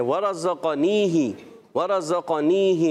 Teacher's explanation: ورزق قاف موٹا رکھنا ہے